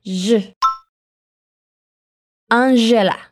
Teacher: Hay siempre que ponerle un poco de voz, así que intenta hacer el sonido de la sh con un poco de voz de tu garganta · Term: la J del portugués